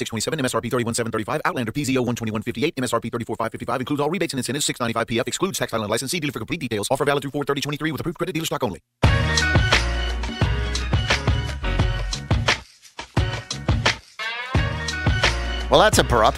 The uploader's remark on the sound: Invites callers to give their best … takes on who will win Game 6.